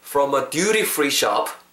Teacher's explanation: from a from a 전치사는 강세 안 들어가고 관사에도 강세가 안 들어가죠